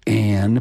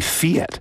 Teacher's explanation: that Northern vowel shift actually twists and distorts the vowels so that names like Anne become Ian · Shown in: second take